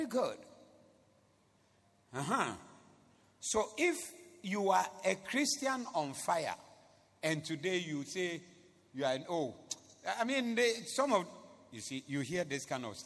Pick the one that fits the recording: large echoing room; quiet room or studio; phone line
large echoing room